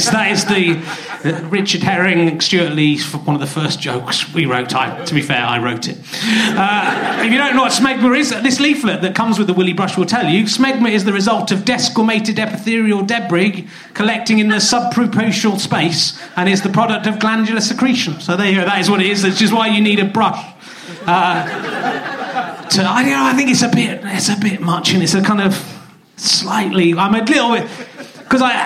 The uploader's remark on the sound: some audience interaction and some quite specific heckle put downs